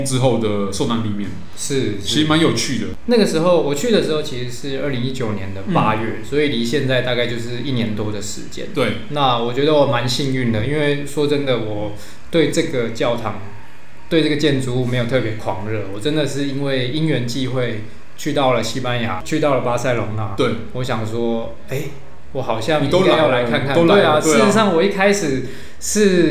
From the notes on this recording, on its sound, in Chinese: 本集白噪音指數：0/5。錄音地點：某某咖啡 - MOMO Coffee Bistro。